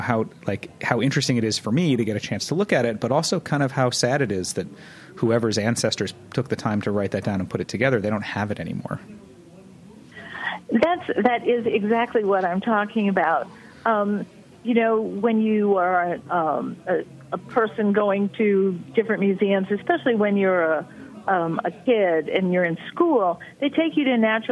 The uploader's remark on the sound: by phone